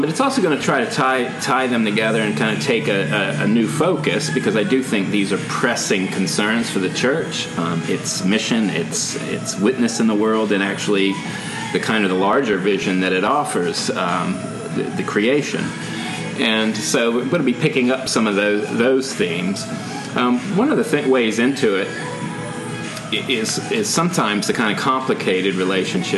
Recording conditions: background noise